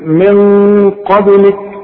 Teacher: هنفخم الغنة من اجل القاف دي، والغنة هتخرج من القيشوب من المناخير كده، هنقول من قابلك، خلاص، وبالآخرة. · Term: الغنة هنا مفخمة